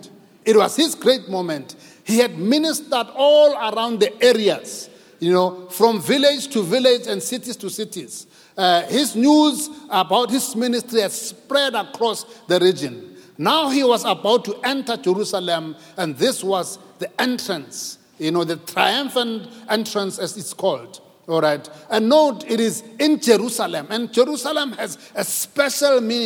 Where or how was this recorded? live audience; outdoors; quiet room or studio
live audience